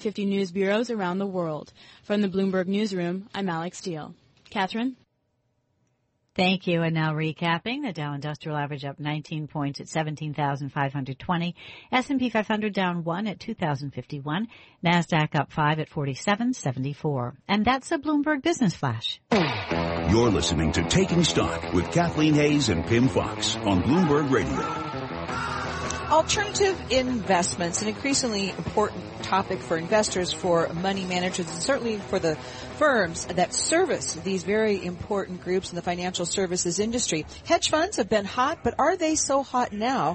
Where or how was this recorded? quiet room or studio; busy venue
busy venue